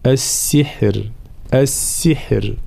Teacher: في قوله تعالى: إنه لكبيركم الذي علمكم السحر، حال الوقف هنا طبعا لابد نبين حرف الراء، طبعا ساع حكمها من حيث التفخيم والترقيق، حال الوقف الوصل طبعا مفتوحة مفخمة، حال الوقف تصير راء ساكنة مسبوقة بساكن مسبوق بكسر، فإننا نرققها